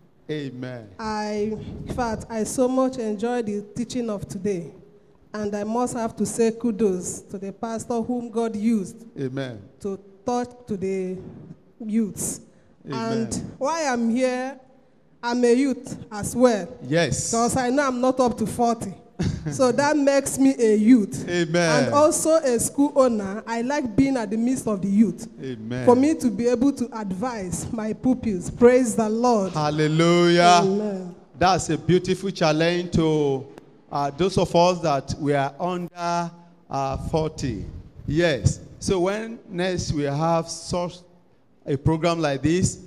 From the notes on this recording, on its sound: Preached at TAC Powerline District Youth Fellowship in 2015.